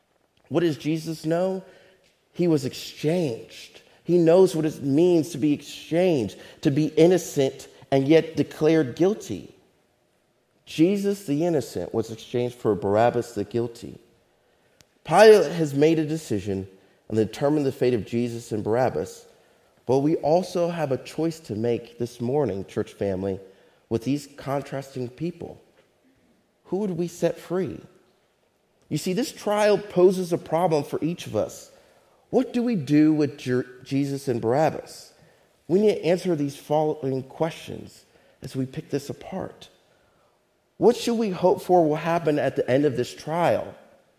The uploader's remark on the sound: Faith Baptist Church in Hamilton, NJ.